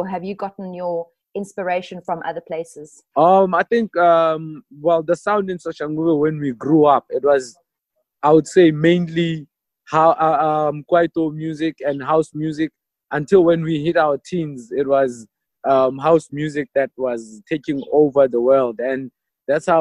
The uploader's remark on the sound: via Zoom